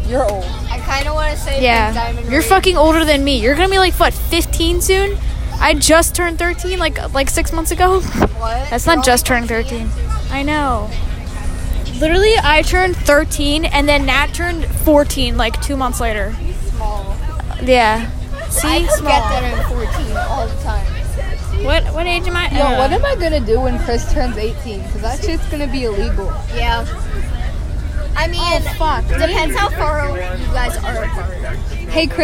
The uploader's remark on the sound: Recorded on a bus.